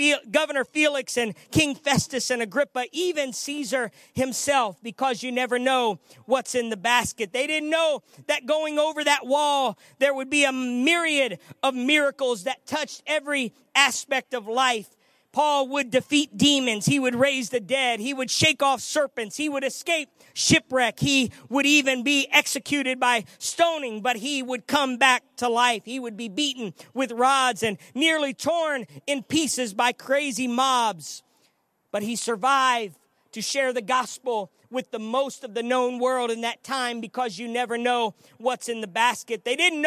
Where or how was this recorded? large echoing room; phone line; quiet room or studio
large echoing room